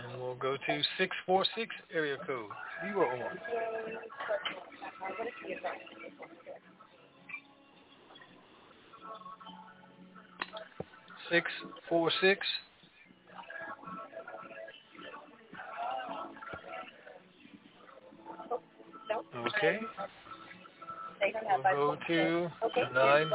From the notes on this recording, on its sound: TNTSuperfantastic Conference Call